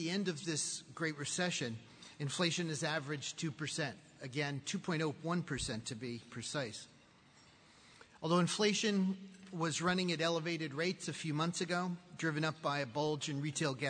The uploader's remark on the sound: speaks at the Charlotte Chamber of Commerce's Annual Economic Outlook Conference